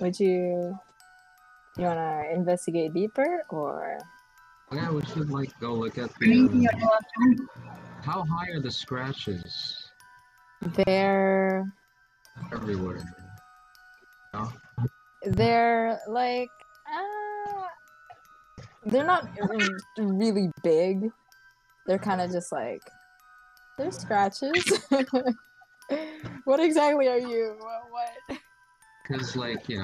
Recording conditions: background noise